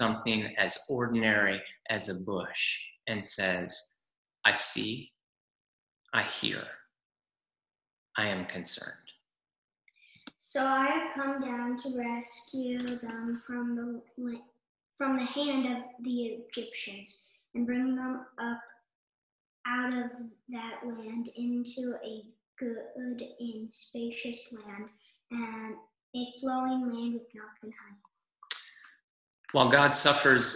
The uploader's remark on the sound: Zoom Church.